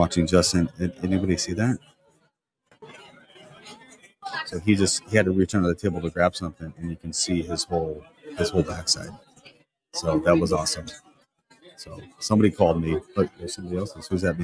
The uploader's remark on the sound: Take the show on the road. Live from the California Association of Code Enforcement Officers (CACEO) Code Conference. Stops by the booth.